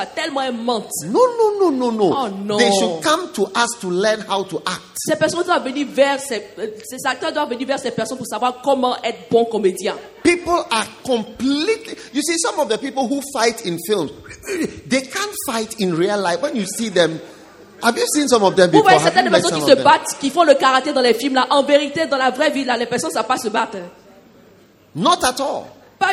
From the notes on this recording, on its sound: Preached at a Healing Jesus Campaign Pastors' conference in Abidjan, Cote d'ivoire the 30th of January